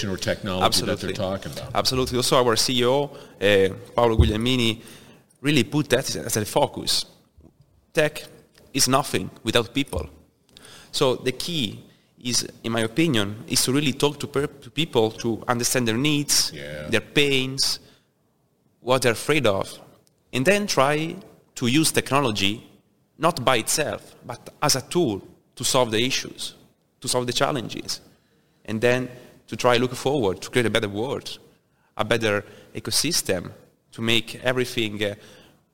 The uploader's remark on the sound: Industrial Talk is onsite at Hexagon LIVE